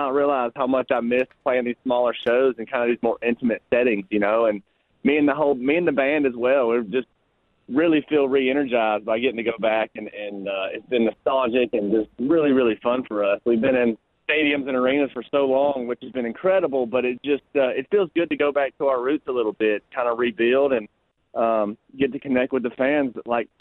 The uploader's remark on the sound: a special guest phone call